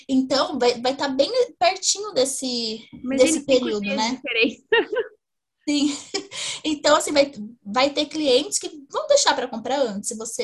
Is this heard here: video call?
yes